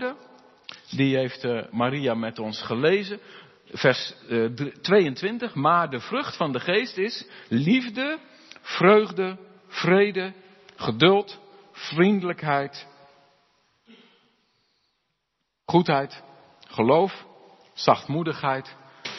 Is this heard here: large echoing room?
yes